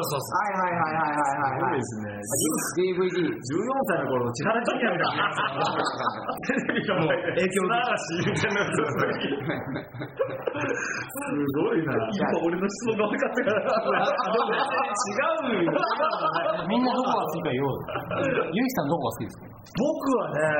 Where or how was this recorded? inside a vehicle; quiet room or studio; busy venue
busy venue